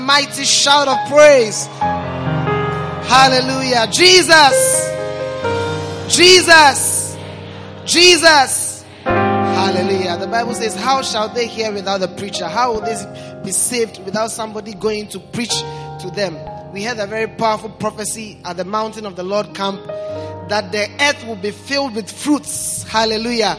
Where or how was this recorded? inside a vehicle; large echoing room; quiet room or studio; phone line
large echoing room